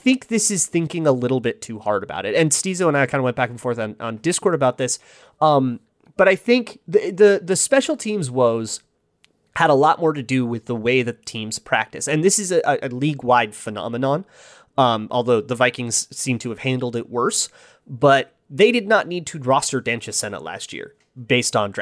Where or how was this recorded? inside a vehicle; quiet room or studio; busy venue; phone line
quiet room or studio